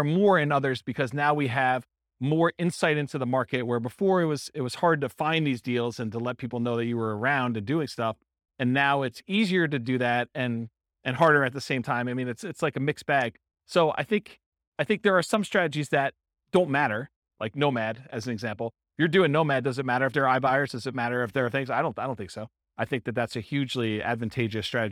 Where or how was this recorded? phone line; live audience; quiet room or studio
live audience